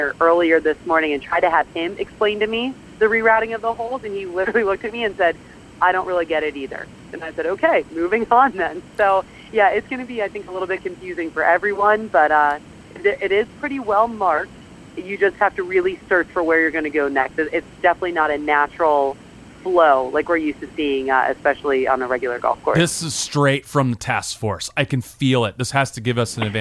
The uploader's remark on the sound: At the Ryder Cup. She has a crazy week ahead of her, but she's never too busy to call in to the Pirate Ship Podcast.